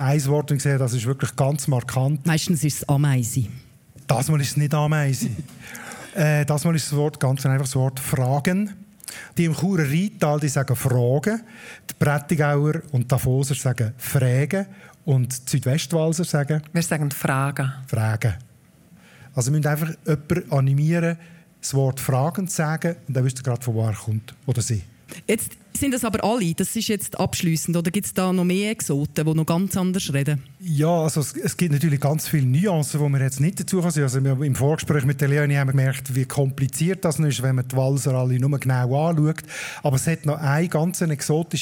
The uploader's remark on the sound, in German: Arosa Mundartfestival vor Publikum aufgenommen wurde.